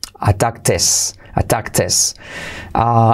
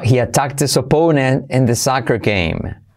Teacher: Fijaos cómo attacked lo uno con his y salto la H. · Shown in: second take